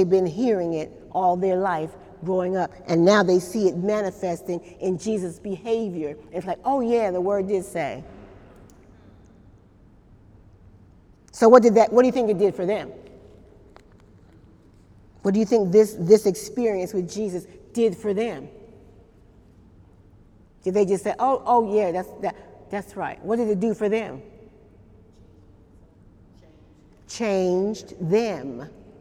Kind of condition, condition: setting, live audience